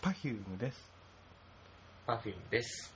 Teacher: 第一音節に、うん、アクセントを。